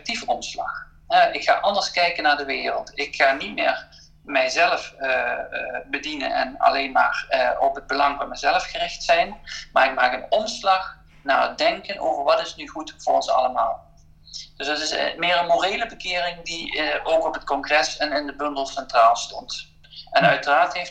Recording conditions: video call